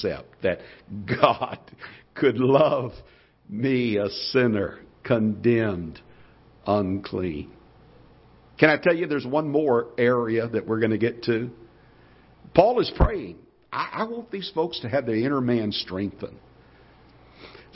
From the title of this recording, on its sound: Ketha Heights Baptist Church ~ Live Broadcast